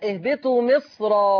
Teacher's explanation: ليس فيها الترقيق لأن الصاد حاجز بين الراء والميم · Term: التفخيم